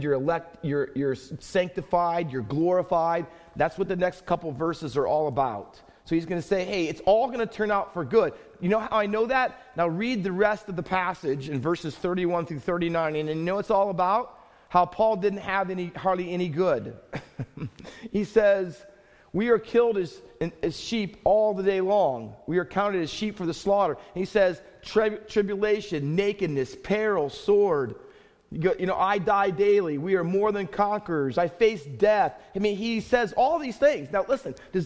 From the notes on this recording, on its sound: Faith Baptist Church in Hamilton, NJ.